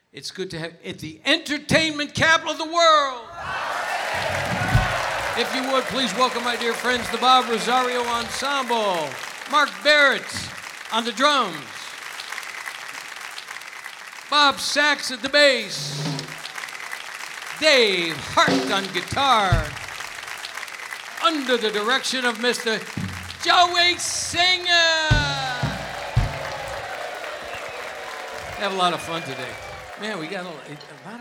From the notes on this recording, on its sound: Live at the South Point Casino